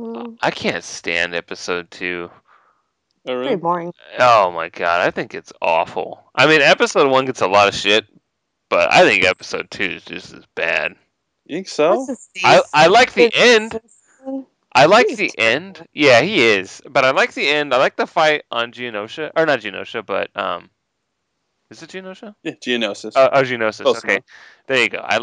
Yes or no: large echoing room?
no